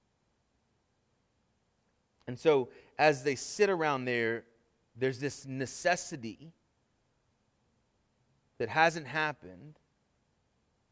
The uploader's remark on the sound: Sermon Audio from our Worship service